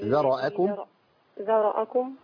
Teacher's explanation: عايزين نفصل الذال المرققة عن الراء المفخمة. ذرأكم ذرأكم لا من ذرأ والهمزة برضو مرققة.